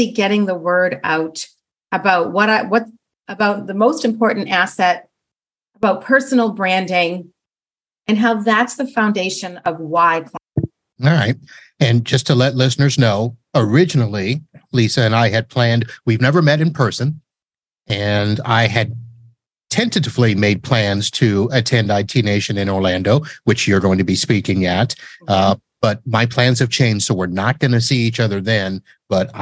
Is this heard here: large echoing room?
no